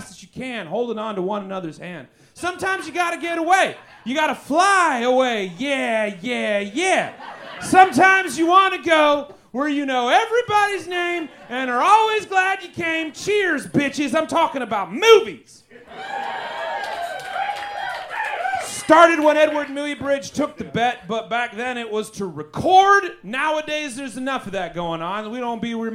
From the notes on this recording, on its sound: Recorded LIVE at Chicago’s Historic Green Mill Lounge on February 3rd 2024 for The Paper Machete